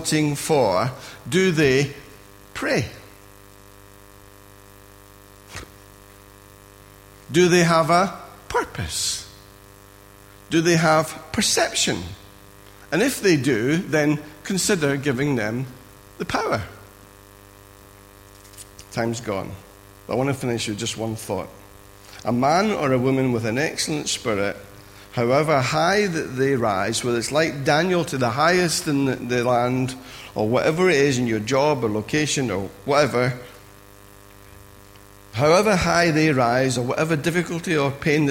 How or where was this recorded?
large echoing room